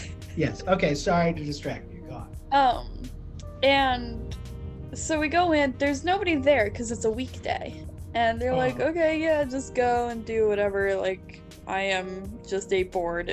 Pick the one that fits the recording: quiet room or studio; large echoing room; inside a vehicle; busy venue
inside a vehicle